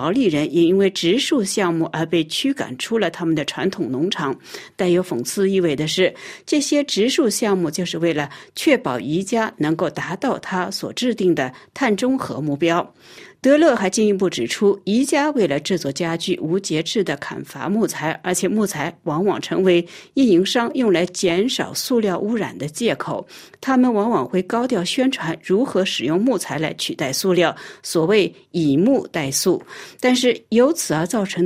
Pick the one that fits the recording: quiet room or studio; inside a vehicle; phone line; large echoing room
quiet room or studio